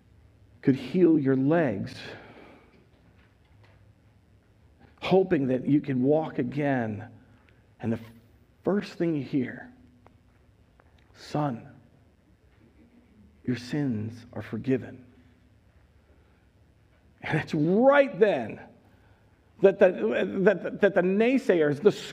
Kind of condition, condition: setting, large echoing room